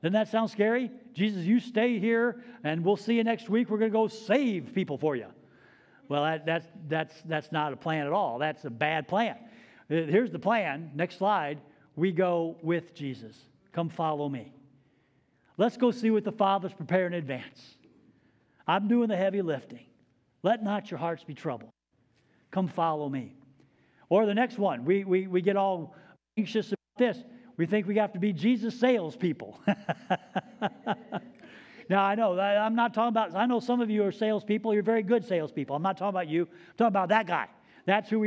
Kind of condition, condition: setting, large echoing room